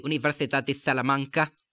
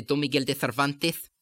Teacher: Now, there are a few other changes which do happen in the real Spanish accent, such as the lisping S in Castilian, just in certain parts of Spain, very upper-class Spanish, where you would say Universidad de Salamanca, or you would say Don Miguel de Cervantes.